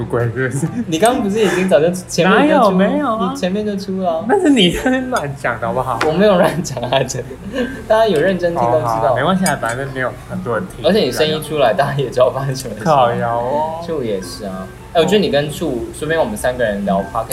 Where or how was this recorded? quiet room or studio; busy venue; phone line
busy venue